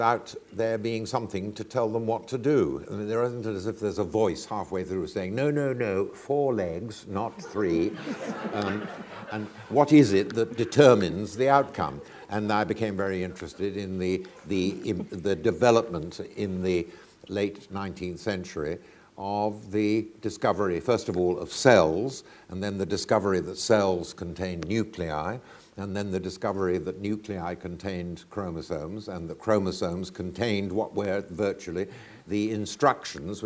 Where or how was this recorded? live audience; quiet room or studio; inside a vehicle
live audience